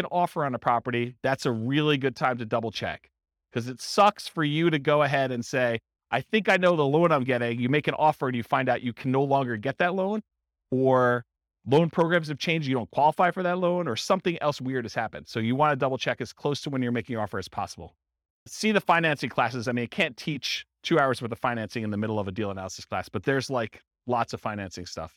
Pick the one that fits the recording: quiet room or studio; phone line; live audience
live audience